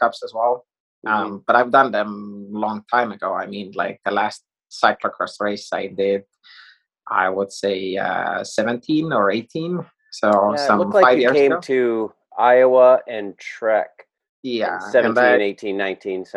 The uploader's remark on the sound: I caught up with the three of them via zoom